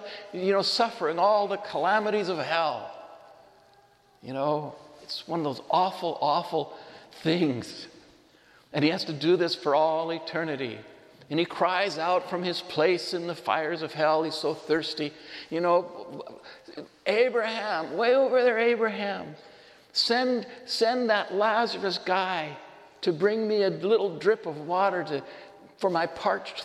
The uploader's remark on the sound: This homily was shared at Sacred Heart Church in Othello, Washington.